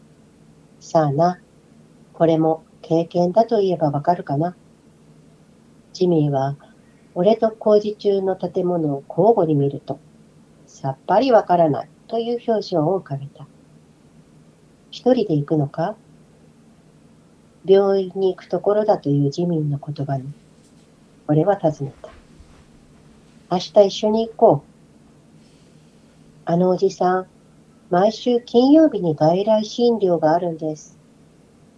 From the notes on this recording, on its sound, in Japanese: リモート収録。今回はリモートでの収録となっているため、聴きにくい箇所があるかもしれませんが、ご了承いただければ幸いです。